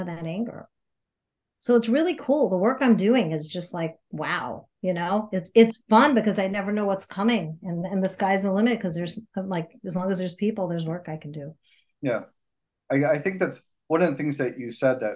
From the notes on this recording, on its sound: Hop on Zoom. Recorded at Pea Munny Studios.